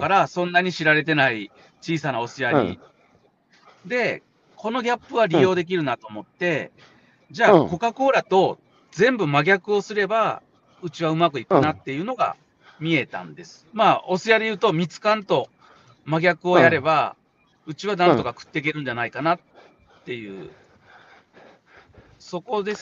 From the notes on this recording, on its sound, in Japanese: 歩きながら1時間、対談する